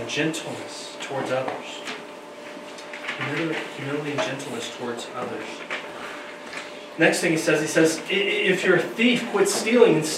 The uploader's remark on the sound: Due to no heat in the auditorium we had to move things downstairs, we apologize for the sound quality this week.